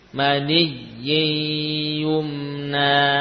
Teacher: Jadi masuk ke ya, nunnya hilang, namun masih tersisa sifat gunnah.